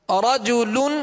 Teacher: را پر زبر ہے، را کو کیا کریں گے پور پڑھیں گے